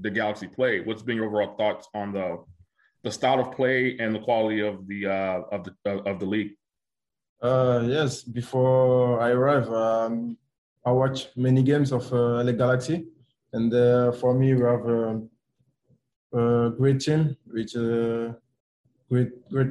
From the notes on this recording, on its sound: Media Video Conference Call.